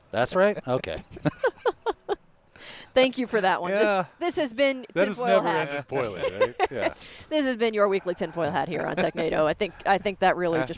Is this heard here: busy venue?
yes